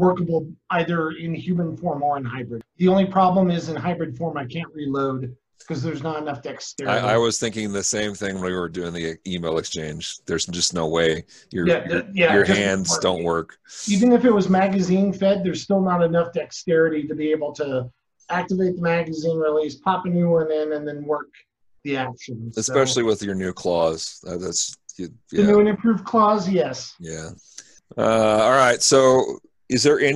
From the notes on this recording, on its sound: from the relative safety of our own homes via Zoom